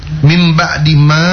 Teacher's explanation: mad tabii tidak perlu bacaannya menjadi lama lebih dari dua harokat atau mendekati empat atau lima harokat.